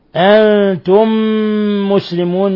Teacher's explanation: أنتم مسلمون، ميم ساكنة جاء بعدها ميم متحركة، الحكم التجويدي إضغام مثلين صغير، إضغام مثلين صغير، حيث أضغمنا الميم الأولى الساكنة في الميم الثانية المتحركة فصارت ميما واحدة مشددة